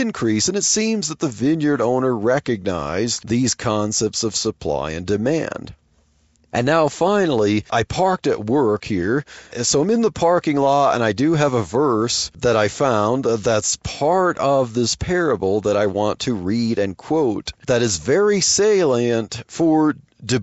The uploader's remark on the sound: while driving to work